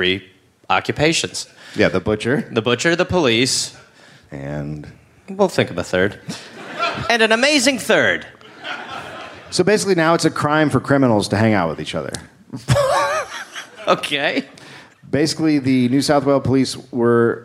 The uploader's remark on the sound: Live in Canberra